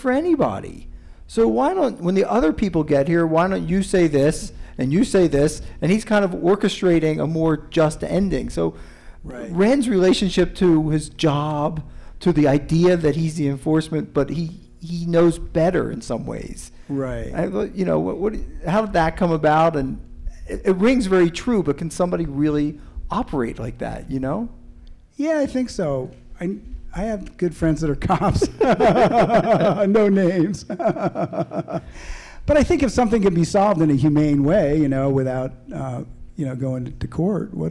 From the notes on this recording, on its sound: This episode was recorded in front of a live audience at the Boulder Bookstore.